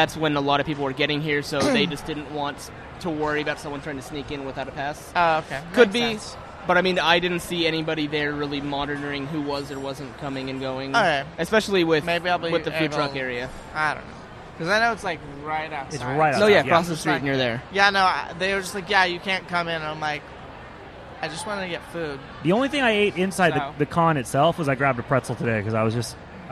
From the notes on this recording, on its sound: broadcast live cdom Wondercon 2018 in Anaheim